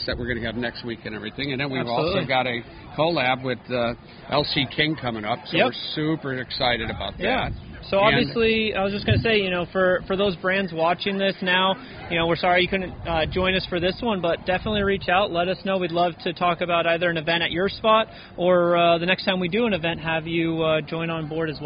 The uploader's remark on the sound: on location Lunetta All Day